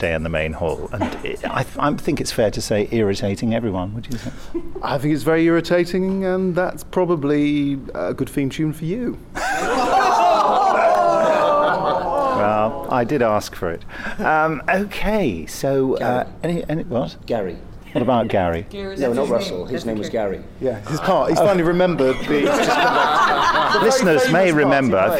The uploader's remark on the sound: The Big Finish Podcast returns, live from Chicago TARDIS 2015!